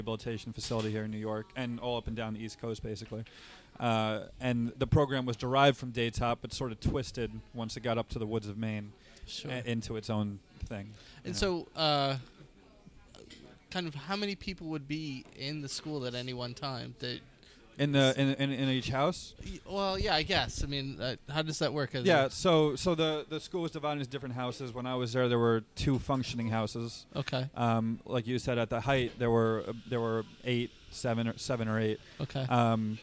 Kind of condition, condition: setting, busy venue